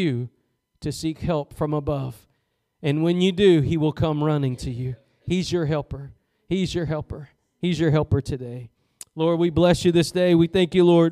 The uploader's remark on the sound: Preached at Gospel Lighthouse in Bossier City, La.